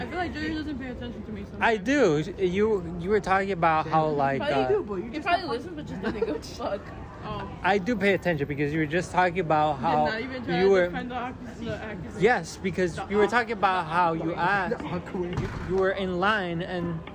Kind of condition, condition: setting, outdoors